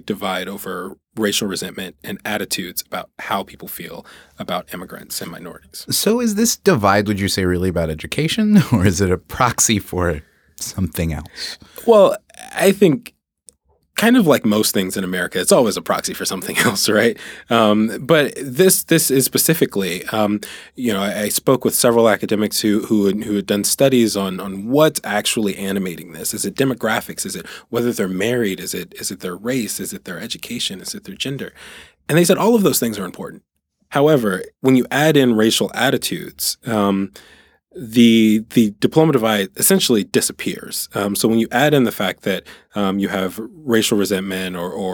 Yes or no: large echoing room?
no